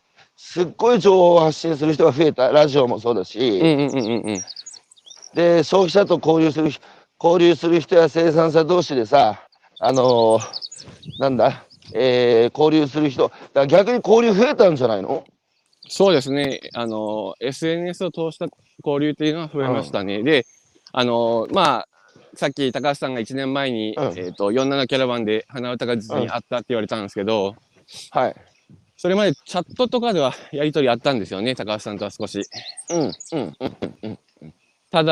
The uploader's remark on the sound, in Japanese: 歩きながら1時間、対談する